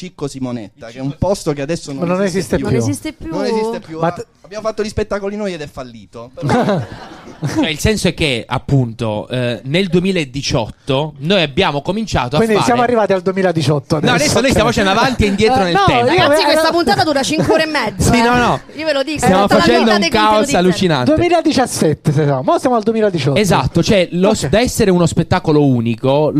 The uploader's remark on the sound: Chiude il FringeMi festival 2023. Live dal GhePensiMi.